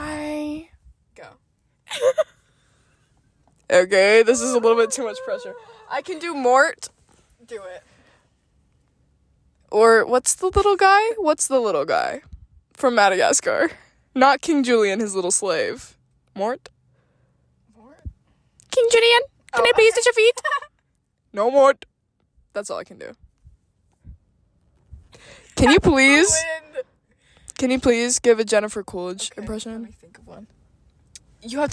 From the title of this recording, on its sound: Driving around and chit chatting